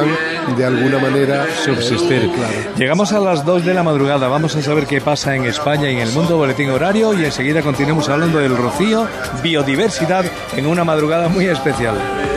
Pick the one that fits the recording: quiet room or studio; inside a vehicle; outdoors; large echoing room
outdoors